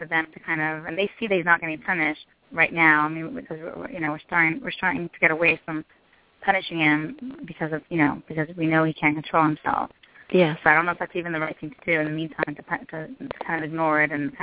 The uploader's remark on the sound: Responding to emails from several parents and a parent who called.